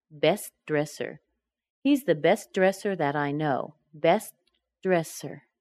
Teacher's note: Best, I keep my voice inside. I start the D on dresser and let the voice come out again.